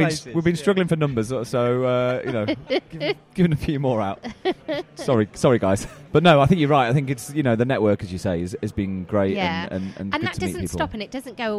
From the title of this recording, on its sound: Live from IFC 2019